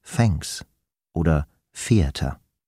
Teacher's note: Das stimmlose TH klingt nämlich beinahe wie ein F.